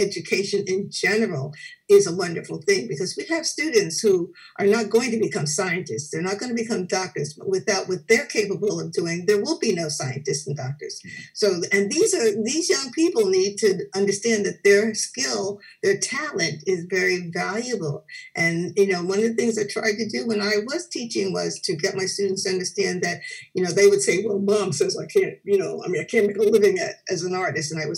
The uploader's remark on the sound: Seven Zoom panellists gently pass the conversational ball back and forth. Edison Public Library ; a town with the motto “Let There Be Light”, hosted the live-streamed event in the early hours of a quiet, dark London night in March, contrasting with the bright, sunny Edison evening, slipping into twilight, Eastern Time.